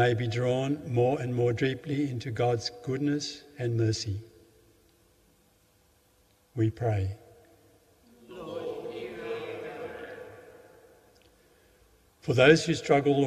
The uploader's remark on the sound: As preached in (an all but empty) Sacred Heart Cathedral, Hamilton during the live-streamed 9.30 am Mass.